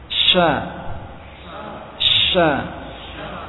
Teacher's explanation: sifat dari huruf sya adalah tafasyi, ya, menyebarnya udara pada mulut